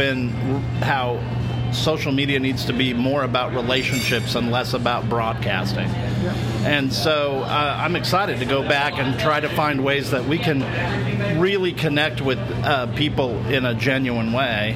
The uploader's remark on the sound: Live-ish! from That Church Conference! Yep, it's That Church Conference in Atlanta and I thought I'd capture audio clips of people's biggest takeaways from the sessions.